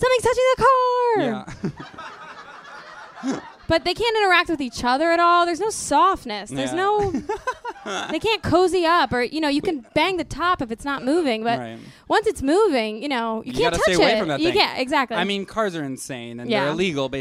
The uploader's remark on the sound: Here is our new episode, a recording from our live show last week.